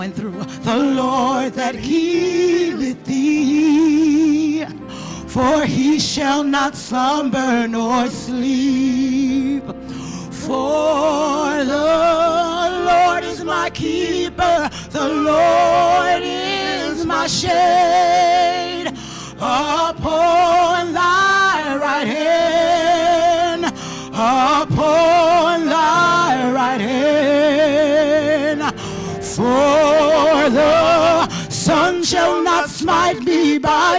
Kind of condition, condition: setting, large echoing room